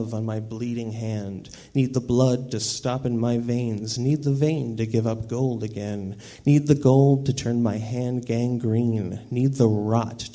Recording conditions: live audience